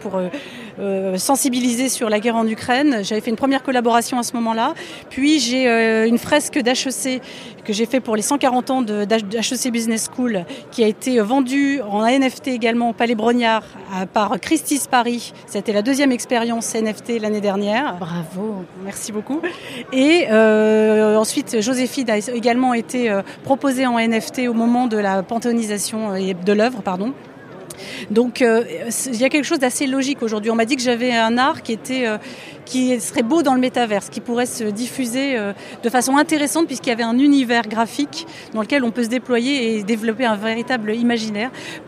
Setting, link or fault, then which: setting, busy venue